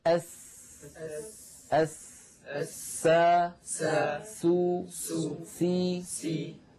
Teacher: من منتهى طرف اللسان، وبعضهم يقول رأس اللسان، ومن فوق الثنايا السفلى. · Term: حروف الصفير